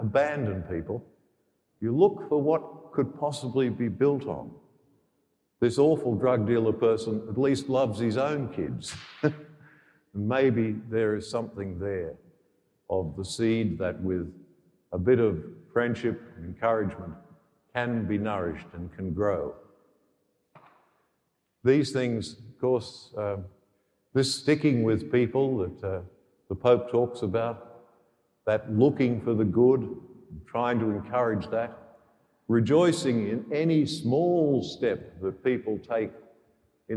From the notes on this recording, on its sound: The homily for the 11th Sunday in Ordinary Time, Year B, from Sacred Heart Cathedral, Hamilton.